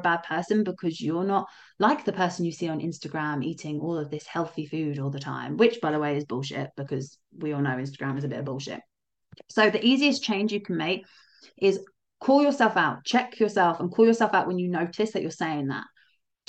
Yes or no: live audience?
no